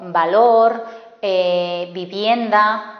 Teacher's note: La V se confunde muchas veces con la B porque también es un fonema bilabial sonoro